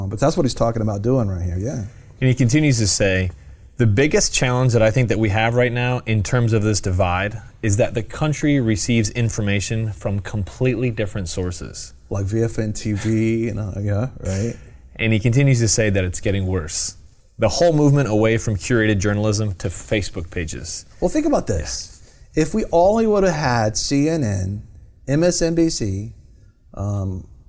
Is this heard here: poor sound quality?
no